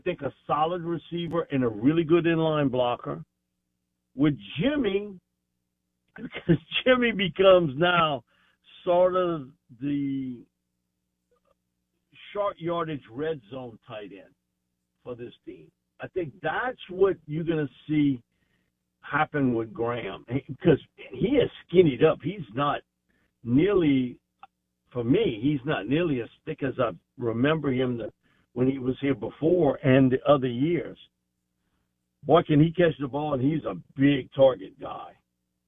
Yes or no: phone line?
yes